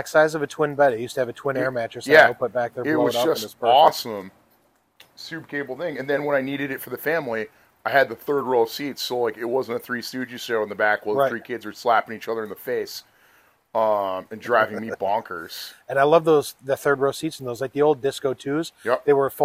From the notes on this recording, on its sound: Live from The Pilgrimage 2023 in South Royalton, Vermont.